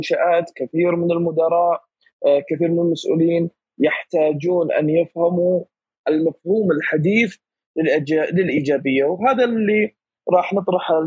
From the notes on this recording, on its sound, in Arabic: تسجيل لمساحة ابن رشد الأسبوعية على منصة تويتر